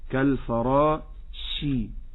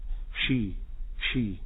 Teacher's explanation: تسمع فيها وتستشعر فعلا صفة التفشي انتشار الهواء في الفم · Shown in: second take · وأسهل طريقة يتمرن أو يصل من خلالها القارئ إلى الشين هي أن يفتح بين فكيه سنانه ما تلمسش بعض، يضع شيئا صغيرا بين أسنانه ويتدرب على هذا الحرف إن شاء الله يكون على لسانه.